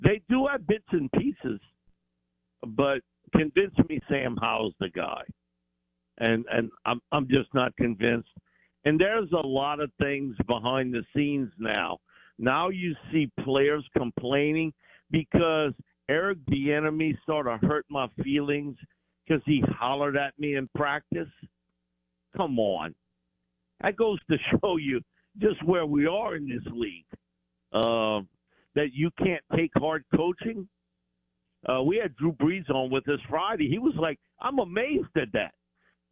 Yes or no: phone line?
yes